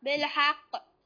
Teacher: القاف هنا تقف عليها مشددة